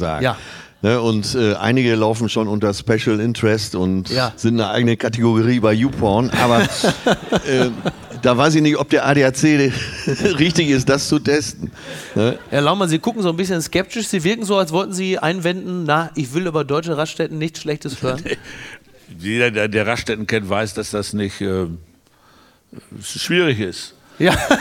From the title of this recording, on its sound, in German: Schützenfest & flauschig - live aus Dortmund